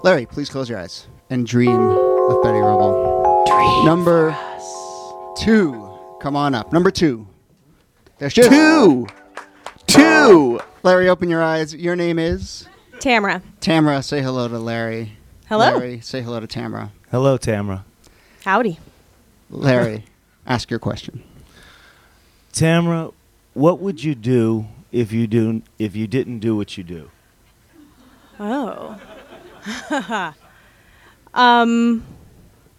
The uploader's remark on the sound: Ask Roulette is a conversation series in which strangers ask each other questions on stage. This excerpt is from our April show at Politics and Prose bookstore in DC.